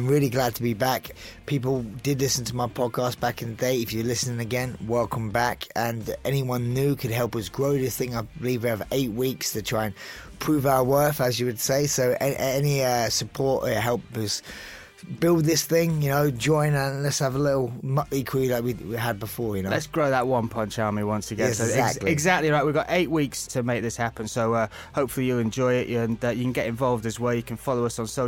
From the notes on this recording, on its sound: took time out to call